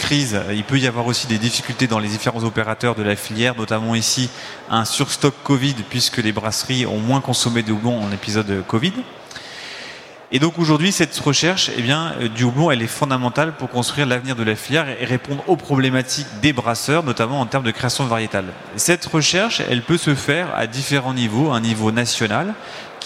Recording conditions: busy venue